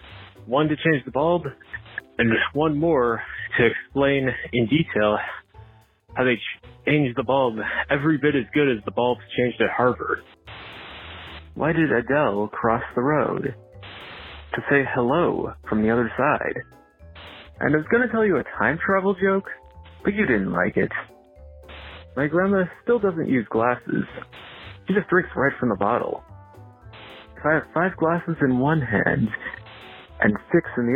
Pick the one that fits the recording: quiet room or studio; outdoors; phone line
phone line